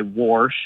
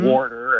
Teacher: I hear a lot of old folks say warsh and things like warder, and so I hear that extra R get added occasionally · Term: R insertion